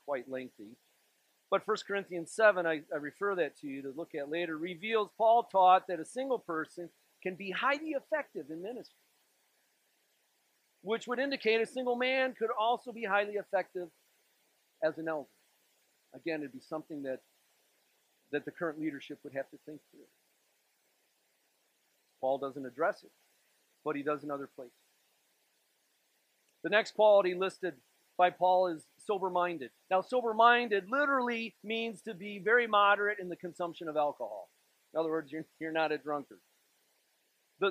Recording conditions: large echoing room